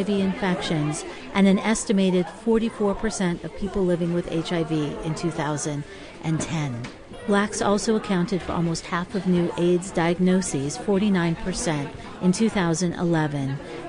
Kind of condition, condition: setting, live audience